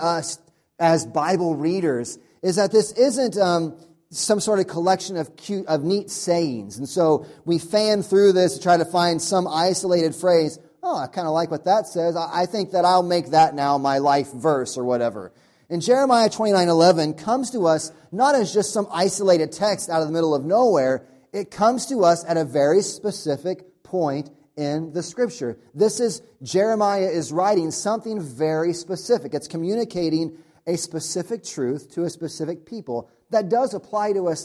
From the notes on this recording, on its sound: Audio from sermon on first Sunday of Advent.